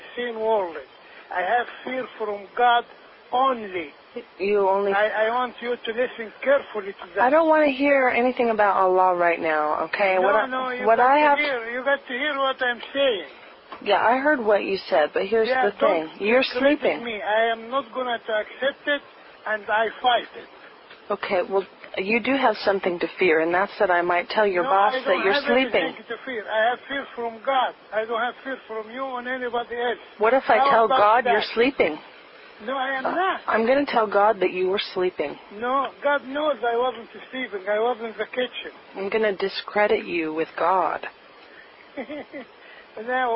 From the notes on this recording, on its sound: Prank Phone Calls